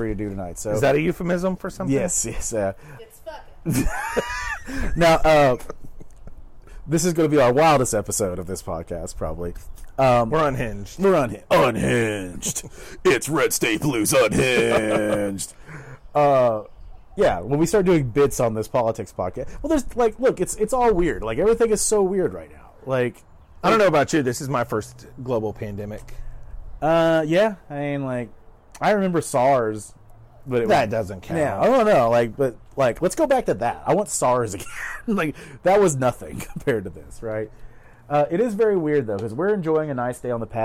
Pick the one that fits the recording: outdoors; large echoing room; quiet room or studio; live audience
outdoors